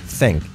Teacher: Una Z fuerte con la lengua entre los dientes. Think. Y la I como una E.